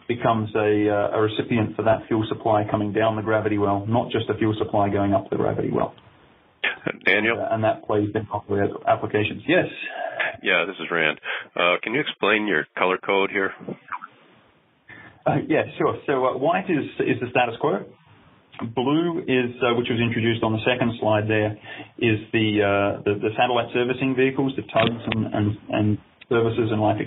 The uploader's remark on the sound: Weekly teleconference.